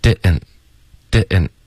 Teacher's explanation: 所以 didn't 会有一个喉音停顿，Didn't，Didn't，然后 didn't 的 t 连到 you 的时候呢，我们就发 you。